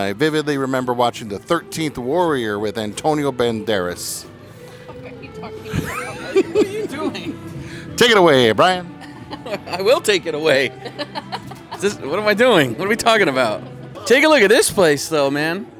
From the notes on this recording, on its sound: Scaredycast spent the day at Midsommar Night's Scream Part 2! An event hosted by Spooky Shops at Main Stage in Cottonwood, AZ featuring spooky vendors, live music, and more!